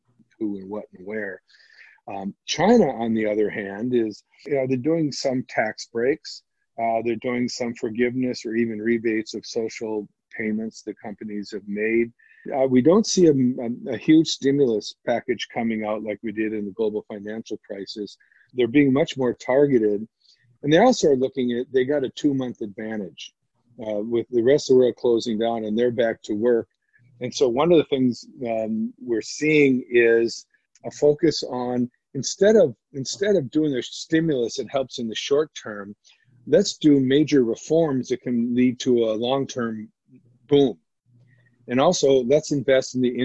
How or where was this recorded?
video call